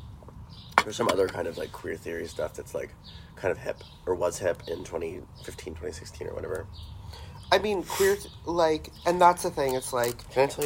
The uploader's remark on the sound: don't come at us about the sniffling